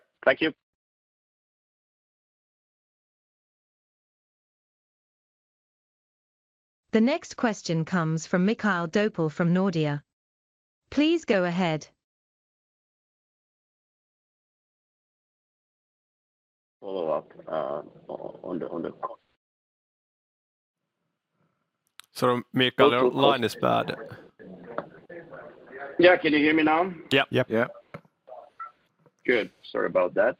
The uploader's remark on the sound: Cargotec 2023 Q3 teleconference